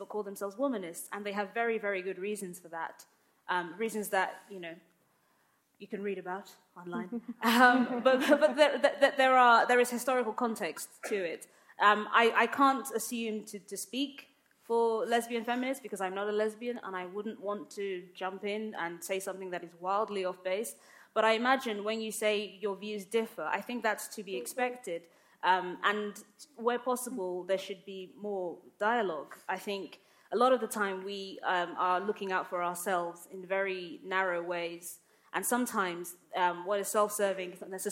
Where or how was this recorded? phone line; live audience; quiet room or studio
live audience